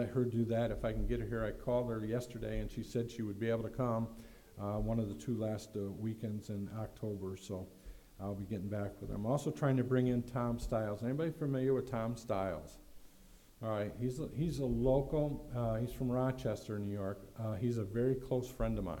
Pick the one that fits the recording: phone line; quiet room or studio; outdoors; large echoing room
large echoing room